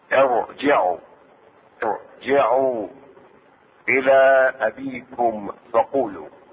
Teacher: هنا تفخم الراء لأنها جاءت بعد كسر عارض